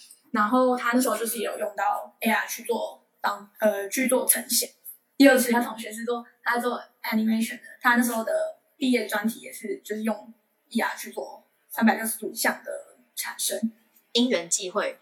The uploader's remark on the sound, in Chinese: 由於線上軟體收音問題，音質與前幾集有所落差。